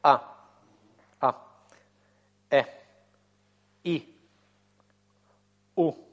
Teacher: первый начальный звук, который обозначает твердую атаку. Смыкание. Твердое смыкание связок. · Term: гортанную смычку